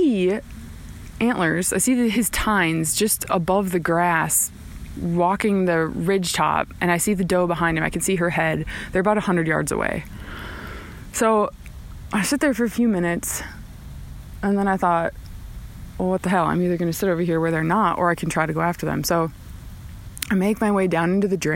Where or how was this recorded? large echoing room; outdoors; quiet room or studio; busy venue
outdoors